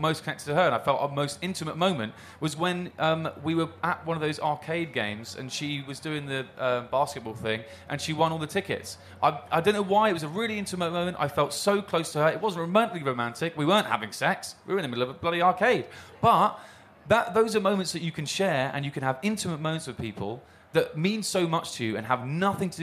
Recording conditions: live audience